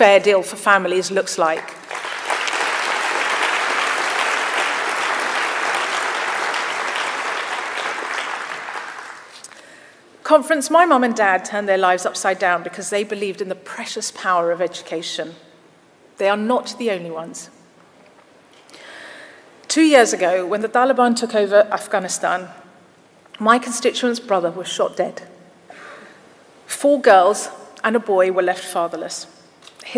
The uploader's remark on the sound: Speech to Conference. Speech in Bournemouth.